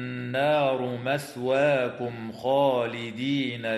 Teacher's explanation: شاء الله. النون المشددة في كلمة النار حكمها الغنة بمقدار حركتين، والميم الساكنة في قوله تعالى مثواكم خالدين حكمها الإظهار الشفوي عند الخاء